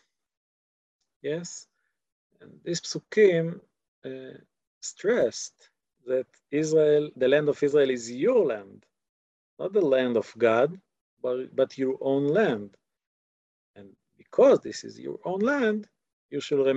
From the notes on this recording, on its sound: This audio was originally captured from Zoom.